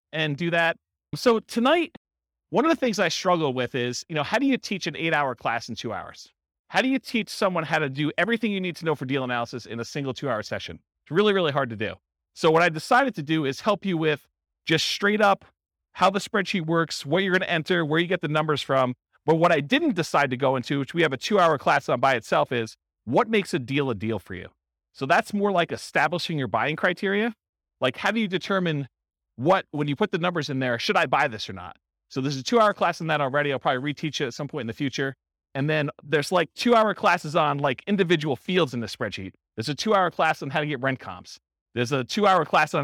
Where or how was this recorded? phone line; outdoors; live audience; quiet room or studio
live audience